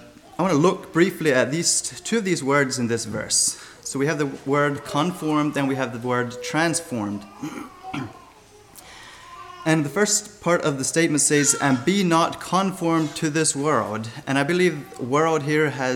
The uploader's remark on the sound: Sermon Recorded 11-26-23 at Millmont Mennonite Church